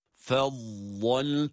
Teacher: vad harfinde istitale sıfatı sebebiyle harfi çıkarırken birazcık oradaki mahreç sesini uzatıyoruz. Bakınız, vat harfini med yaparak değil, mahreçten çıkan sesi çıkarma anında uzatıyoruz.